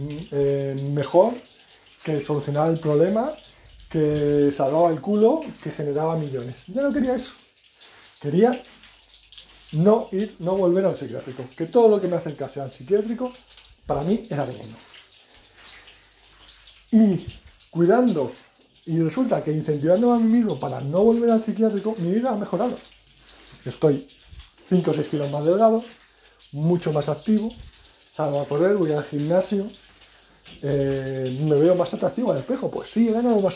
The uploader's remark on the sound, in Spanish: el ruido de fondo de unas salchichas